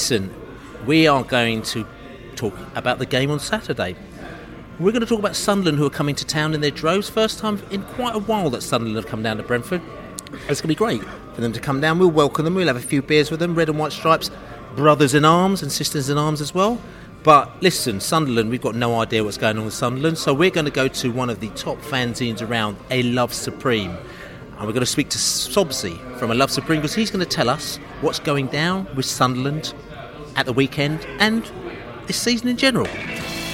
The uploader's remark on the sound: Sunderland Pre-Match Podcast from the Pub